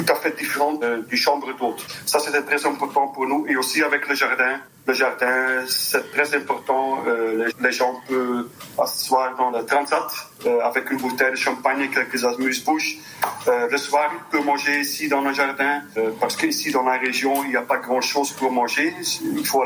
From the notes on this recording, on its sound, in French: au téléphone